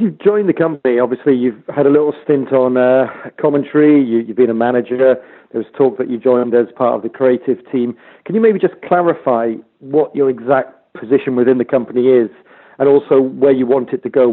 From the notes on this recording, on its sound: the full audio from today's Impact Wrestling teleconference